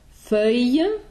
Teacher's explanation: we have actually that open OE sound, the E, going into the J glide